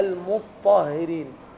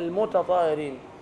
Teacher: فاذا ادغمنا التاء في الطاء صارت حرفا واحدا · Shown in: first take